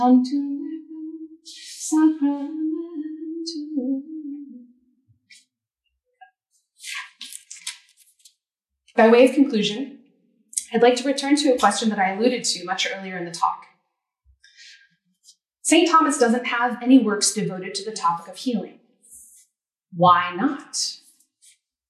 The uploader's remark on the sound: This lecture was given on April 26, 2023 at the University of Arizona.